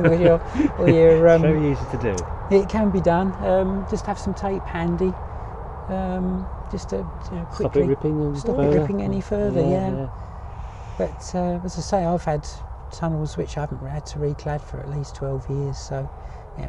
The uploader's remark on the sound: Recorded live, in a polytunnel on the hottest day in February on record.